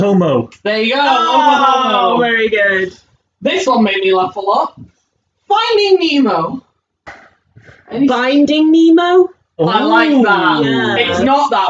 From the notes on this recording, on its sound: We are aware that the audio quality is not brilliant. The laptop we are using was recording the audio through it's in-built microphone rather than the external microphones we had set up.